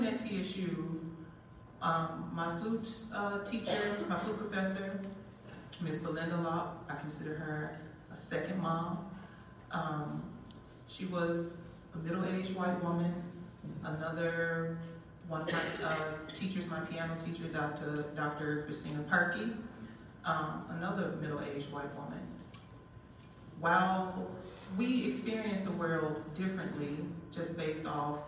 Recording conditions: live audience